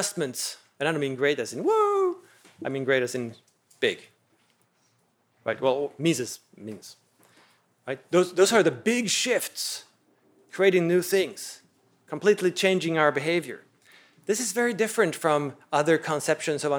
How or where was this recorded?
large echoing room